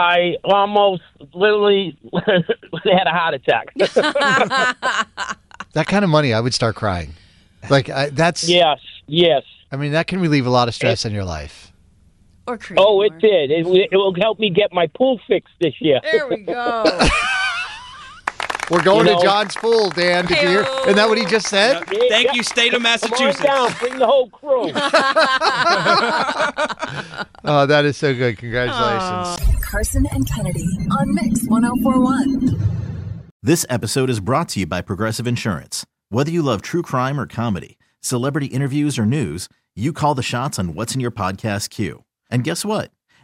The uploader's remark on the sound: Listeners called